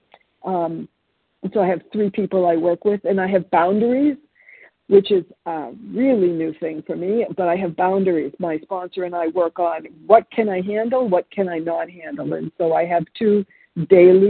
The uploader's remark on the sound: from the 100 Pounders Phone Meeting, 10/23/23